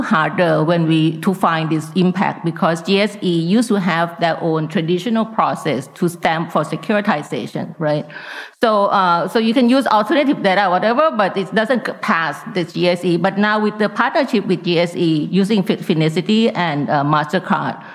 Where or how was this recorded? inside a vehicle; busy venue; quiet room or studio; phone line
busy venue